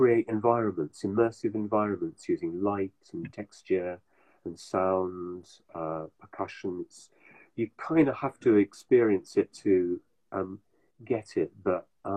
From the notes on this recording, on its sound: live on Instagram